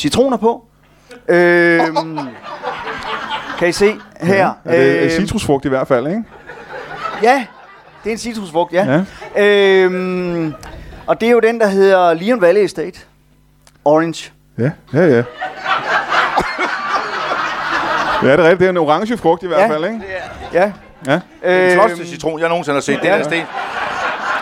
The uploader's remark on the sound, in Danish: LIVE fra Tobbers i Kolding